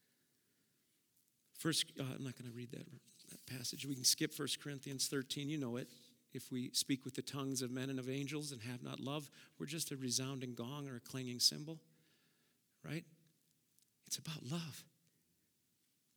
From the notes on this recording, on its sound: Preached at Auxano Church 1/8/2023.